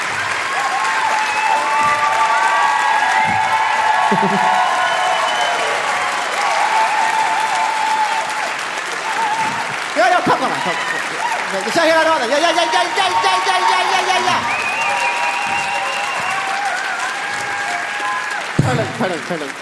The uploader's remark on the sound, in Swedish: Live på Draken – Lördagen.